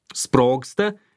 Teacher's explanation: Sprogsta, girdime K, bet rašome G. Skardusis G, atsidūręs prieš duslųjį S, virsta dusliuoju · Term: asimiliacijos dėsnį